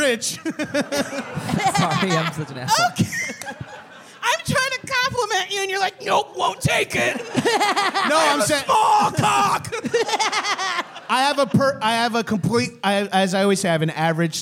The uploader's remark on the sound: It is our fourth year in a row, recorded live at UCB Sunset.